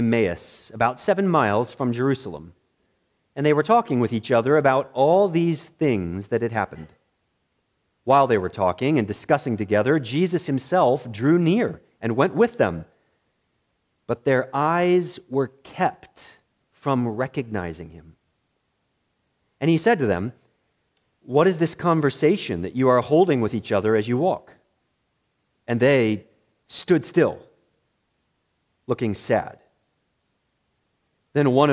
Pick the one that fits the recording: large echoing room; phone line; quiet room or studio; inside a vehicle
large echoing room